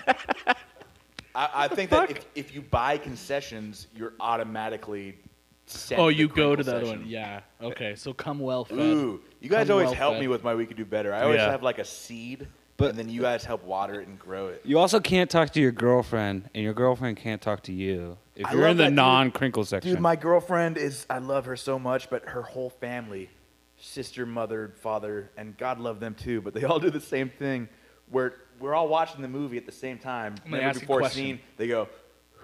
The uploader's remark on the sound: We decided to add some extra hum to the recording...sorry about that.